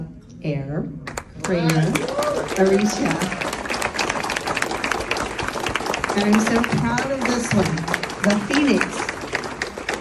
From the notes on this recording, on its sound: LIVE recording of the Warrior of Hope Acceptance Speech